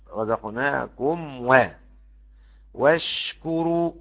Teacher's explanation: إياكم احضر لدى واو الأوفى أن تختفي الميم، فزحلق الميم، رزقناكم واشكروا، التفشي بتاع الشين يبان إنها ساكنة